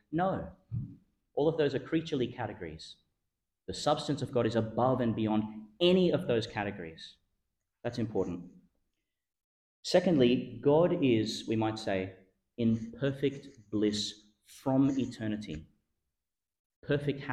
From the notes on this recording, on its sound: delivered (at the evening Mass) in Our Lady Star of the Sea Catholic Church, Gladstone, Qld.